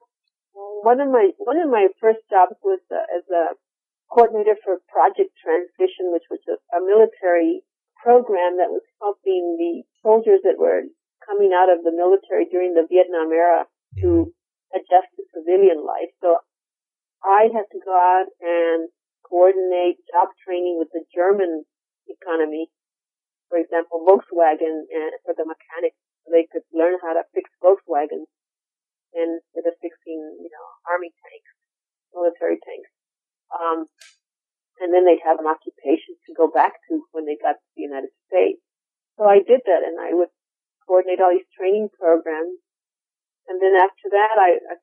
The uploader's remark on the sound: I apologize for the sound quality of the interview, the phone connection was not very good.